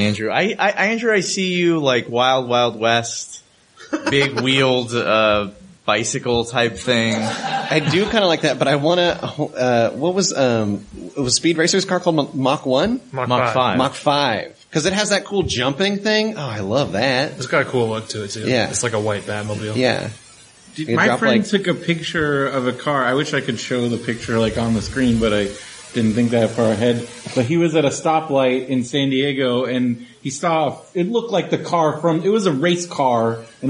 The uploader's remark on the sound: Live from Comic Con Palm Springs!